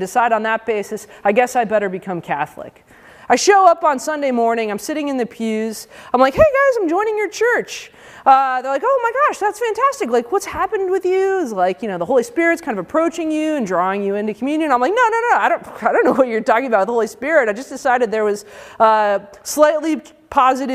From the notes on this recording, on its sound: Given as part of the day-long conference for high-school students. At the University of Chicago.